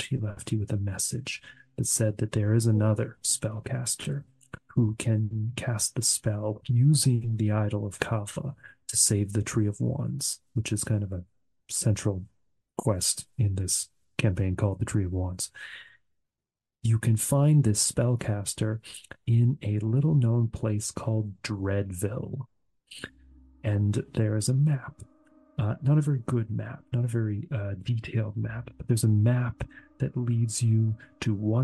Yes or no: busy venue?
no